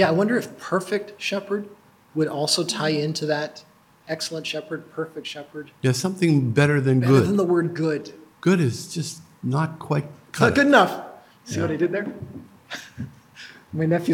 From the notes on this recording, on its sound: These are recordings of our Sunday morning messages and some of the discussion that follows.